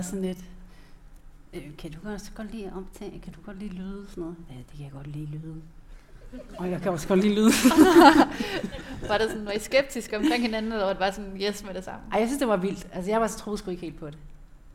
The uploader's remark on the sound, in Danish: Dette afsnit af LYDKUNST er optaget live. November på Skuespilhusets Lille Scene som en en del af Podcast Festival.